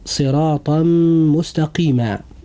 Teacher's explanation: جاء التنوين في كلمة صراطا، وجاء بعد التنوين حرف الميم وهو من حروف الإدغام بغنة. ولوقوع هذا الحرف بعد التنوين لابد أن يحدث إدغام بغنة، فنقول صراطا مستقيما.